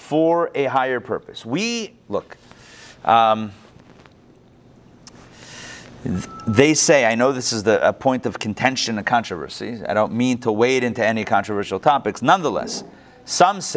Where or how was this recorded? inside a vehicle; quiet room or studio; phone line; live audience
live audience